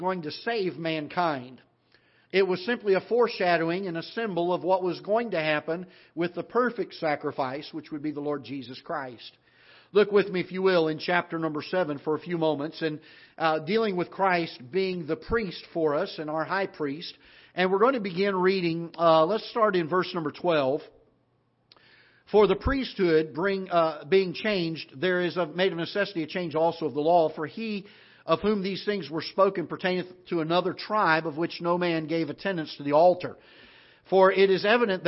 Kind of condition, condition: setting, large echoing room